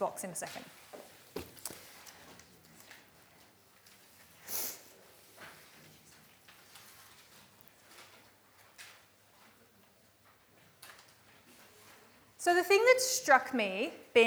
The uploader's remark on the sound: recorded live at REBar Camp 2018